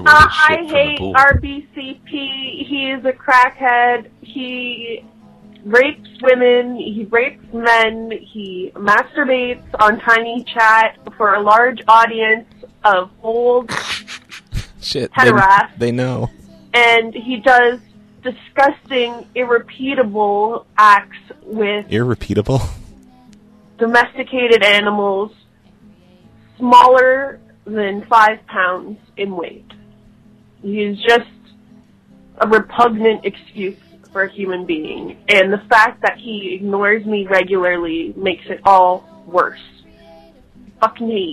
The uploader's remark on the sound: Prank Phone Calls